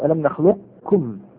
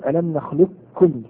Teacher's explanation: تشدد الكاف وتختفي القاف بالكلية · Shown in: second take · والرواية الثانية الإدغام الناقص، ومعناها بقاء بعض الصفات القاف كالاستعلاء مثلا، وتزول بعض الصفات كالقلقلة. فنقول ألم نخلقكم، الكاف مضمومة هنا واضحة، نخلقكم. · Term: إدغام الكامل